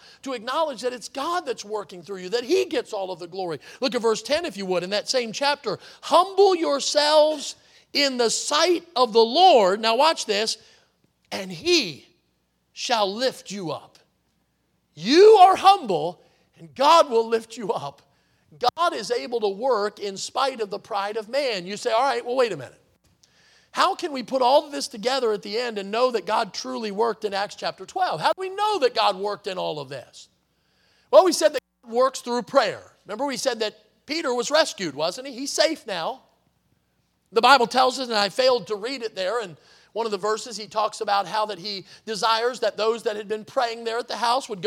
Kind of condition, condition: setting, large echoing room